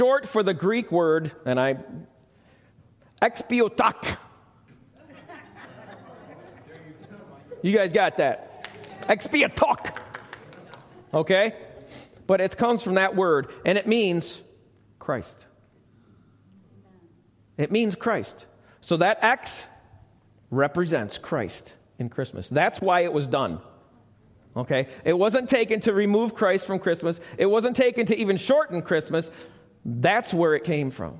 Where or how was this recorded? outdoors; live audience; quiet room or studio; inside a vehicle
live audience